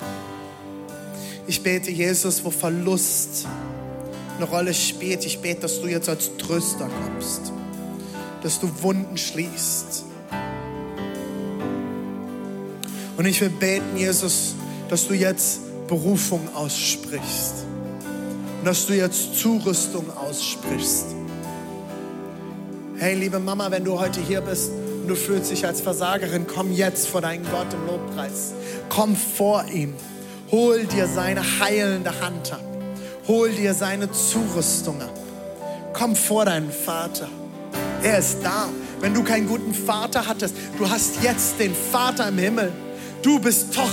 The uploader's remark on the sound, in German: Audiomitschnitt der Predigt